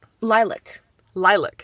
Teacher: the stress on the first syllable